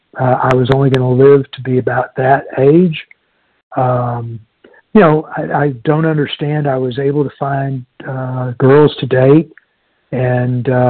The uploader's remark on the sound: from the 100 Pounders Phone Meeting, 2/21/23